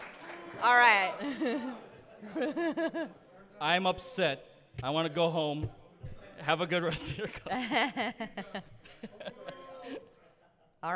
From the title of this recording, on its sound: Live Panel at Anime Central 2022